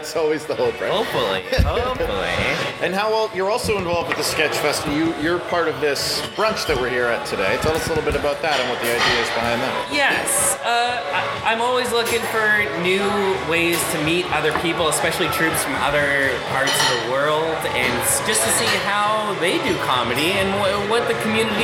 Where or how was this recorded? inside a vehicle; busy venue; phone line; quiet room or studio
busy venue